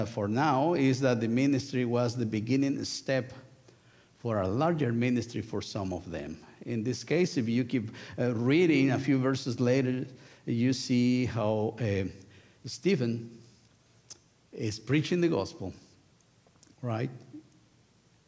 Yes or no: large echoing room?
yes